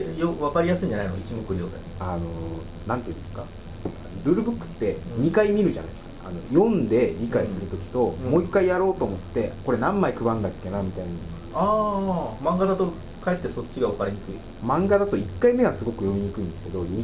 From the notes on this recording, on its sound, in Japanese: １月に録音したものです。音質が悪く聞き取りづらいかと思いますがご容赦ください。